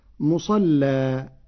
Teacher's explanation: قرأ ورش كلمة مصلى بتغليظ اللام وصلا، أما إذا وقف فيجوز له التغليظ مع الفتح والترقيق مع التقليل، والفتح والتقليل لغتان من لغة العرب.